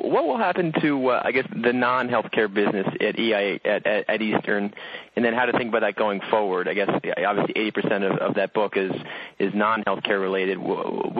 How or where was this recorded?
phone line